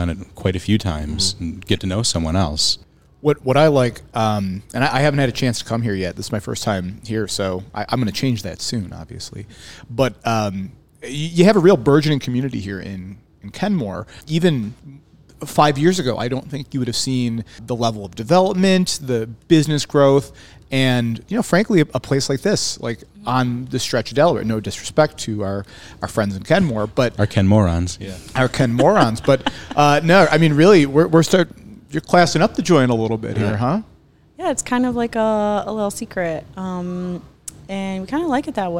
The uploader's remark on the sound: we're on location at Black Iron Bystro